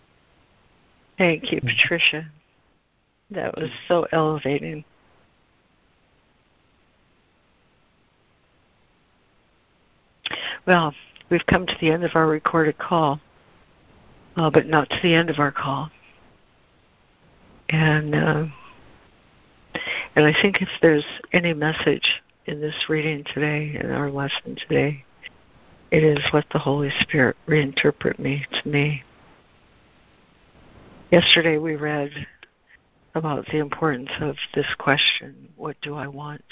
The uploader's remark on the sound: ACIM Daily Conference Call